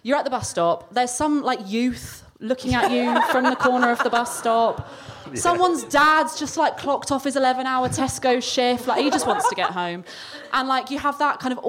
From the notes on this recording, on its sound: with a live show featuring comedians